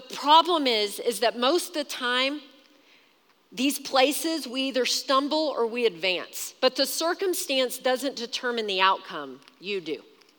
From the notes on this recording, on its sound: Recorded live during our Wednesday night service